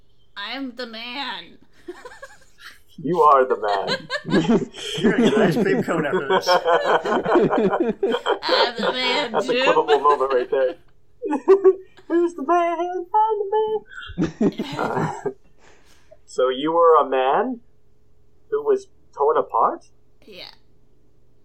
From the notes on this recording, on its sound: Today's episode is riddled with some audio quirks, but we press on!